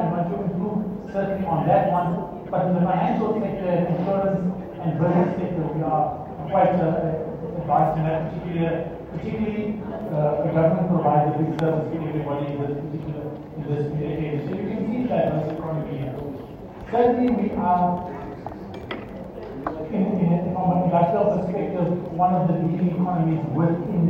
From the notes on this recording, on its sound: Zhejiang Jinhua-South Africa Trade & Investment Promotion Conference, held at the Gallagher Convention Centre.